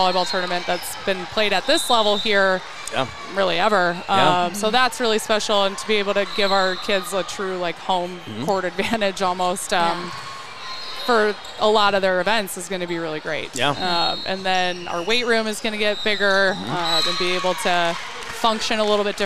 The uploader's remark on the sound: at the Madtown Festival